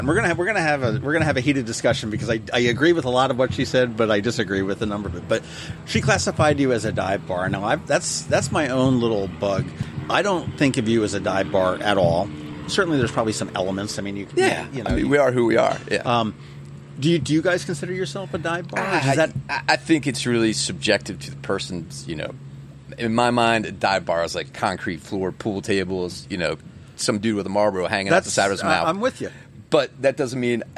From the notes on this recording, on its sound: Today, we sit down outside of Davis' Pub.